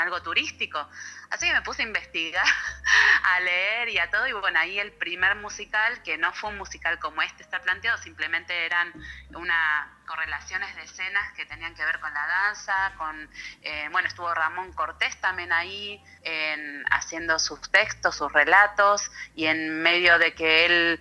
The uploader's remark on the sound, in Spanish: Charla Telefonica